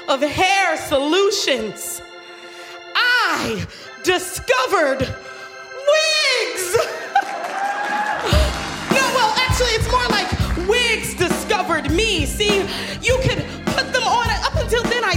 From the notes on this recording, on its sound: at Snap LIVE in DC